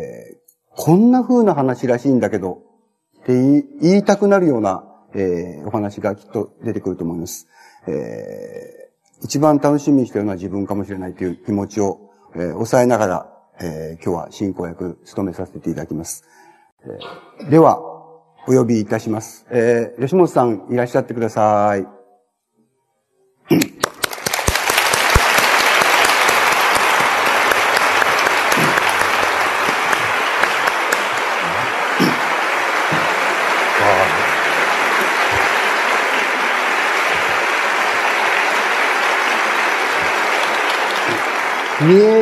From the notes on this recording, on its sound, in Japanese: 主催：ほぼ日刊イトイ新聞。場所：昭和女子大学人見記念講堂。ほぼ日刊イトイ新聞 10周年記念として 開かれた講演会での講演。ライン録音でクリアに収録。